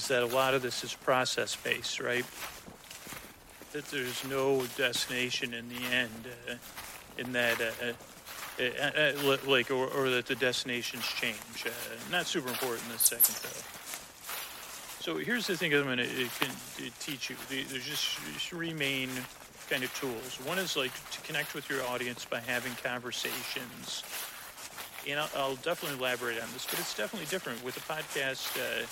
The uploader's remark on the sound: Forest Walk Live. With sound design and music.